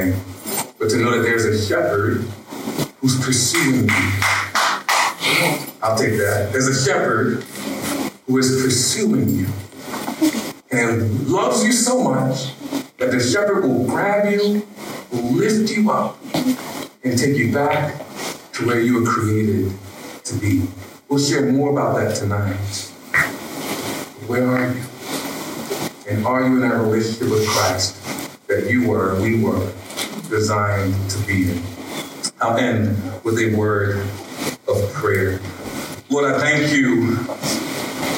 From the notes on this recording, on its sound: We apologize we had technical issues with our soundboard recordings this weekend, but were able to scramble and record on an iPhone. At our Winter Meltdown weekend retreat for middle and high school students!